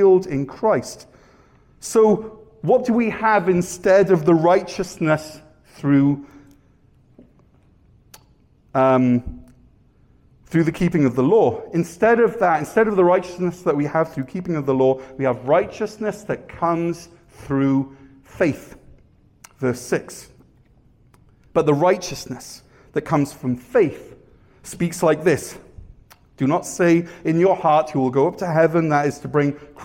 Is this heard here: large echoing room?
yes